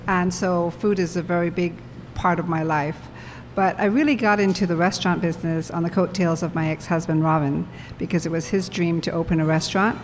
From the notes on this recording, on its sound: This is another between-seasons bonus episode that I produced in collaboration with At Her Table , a weeklong food festival that celebrates women. I sat down at There Does Not Exist brewery for a live recording of the Consumed podcast featuring a panel of mothers in the hospitality industry.